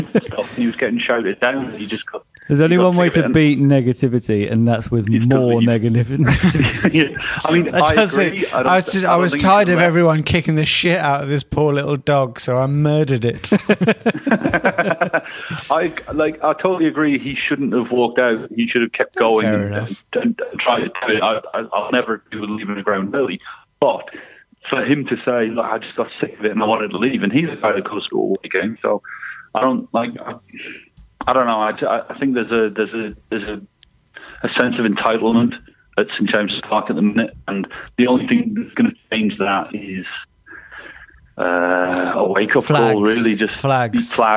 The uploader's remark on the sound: On the phone.